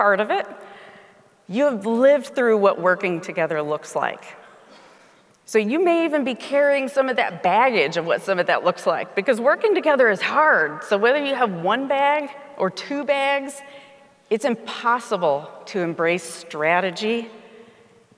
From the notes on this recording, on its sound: speaking at the Keynote Session of the WQA Convention & Exposition in Las Vegas